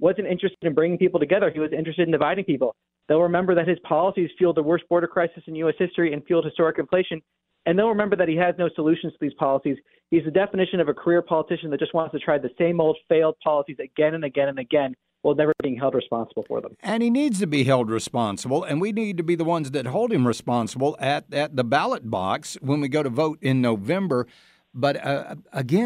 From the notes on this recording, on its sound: Joined us on the phone.